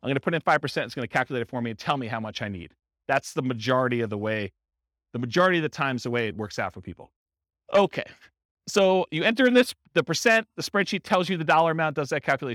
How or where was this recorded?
live audience